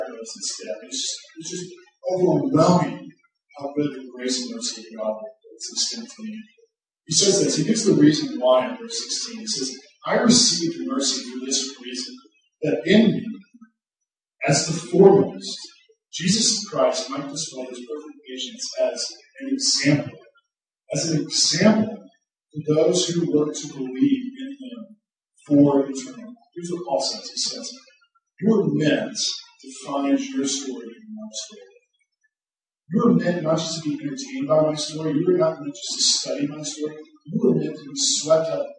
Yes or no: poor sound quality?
yes